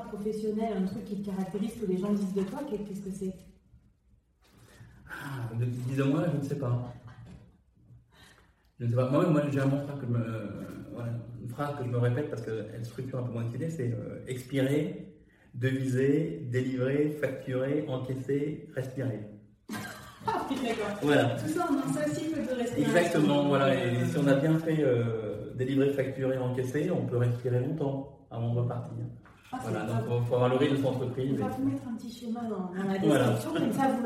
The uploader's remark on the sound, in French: on est désolés pour le son un peu cathédrale dû à l'enregistrement IRL